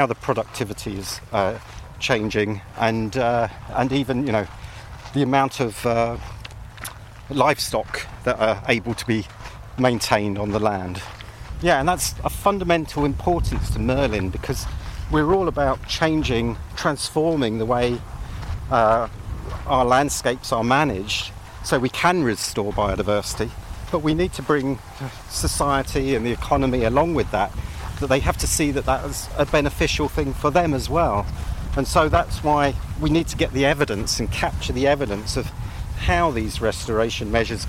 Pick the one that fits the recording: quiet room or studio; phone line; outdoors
outdoors